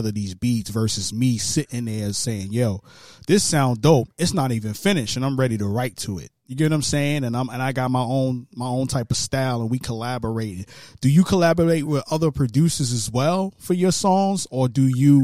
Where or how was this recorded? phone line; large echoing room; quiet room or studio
phone line